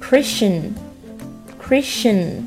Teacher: 另外第一个单词 Christian。Christian。后面是 Shen 而不是 Tien · IPA: ˈkrɪstʃən